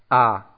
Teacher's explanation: das Alif ein Buchstabe ist, der mit Kraft, mit Stärke ausgesprochen werden muss. Das heißt, er beginnt eindeutig. Also, wenn wir es so sagen wollen, abgehackt.